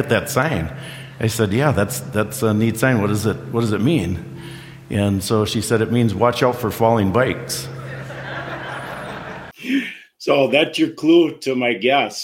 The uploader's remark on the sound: Answers Audience Questions and More!